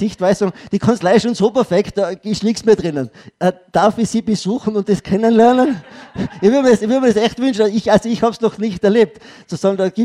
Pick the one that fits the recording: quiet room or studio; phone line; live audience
live audience